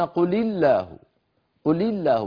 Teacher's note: هي قل بإسكان اللام لكنها حركت بالكسر لأنه اجتمع في النطق ساكنان فالعرب لا تجمع في نطقهم ساكنين قل الله جربوا هكذا قل